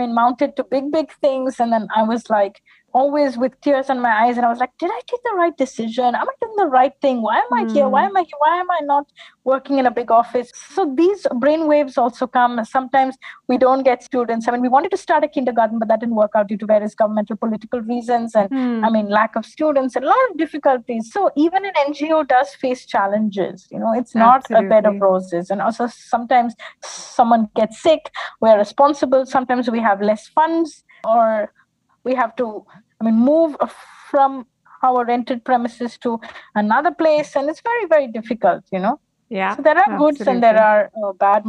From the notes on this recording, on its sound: This episode was recorded over zoom.